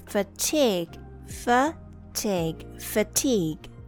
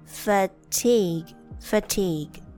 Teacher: A pronounced as uh the schwa sound uh and I pronounce as the long e